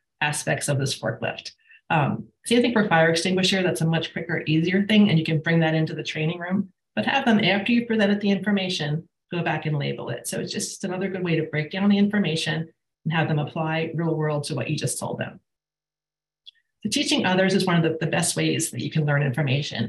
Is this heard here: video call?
yes